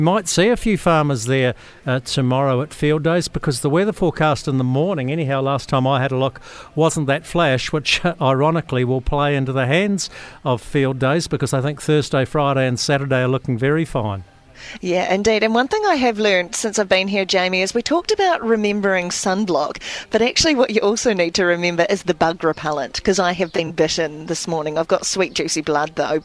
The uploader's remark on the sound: sets the scene from Fieldays at Mystery Creek